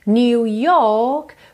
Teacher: New York, porque ele não enrola o R. Se você quiser enrolar o R, New York.